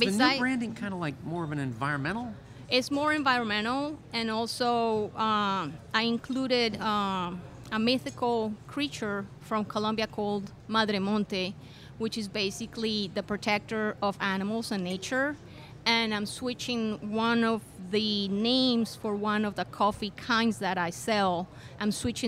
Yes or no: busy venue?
yes